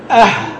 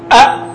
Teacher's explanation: والهاء تخرج والوترين بينهما منفذ ضيق · Shown in: first take · وتخرج الهاء تقول أه، لكن هنا تقول أ.